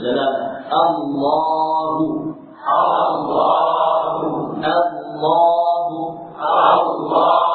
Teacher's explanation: Lafaz Allah lafzul jalalah lamnya akan mengalami takhin bila sebelumnya adalah fathah atau dhamm.